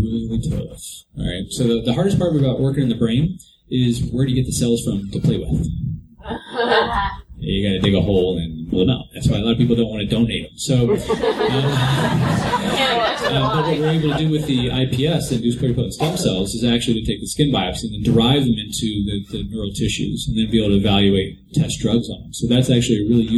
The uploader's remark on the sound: In a panel at Dragon Con 2014. Dragon Con 2014 Everything Stem Cells Panel.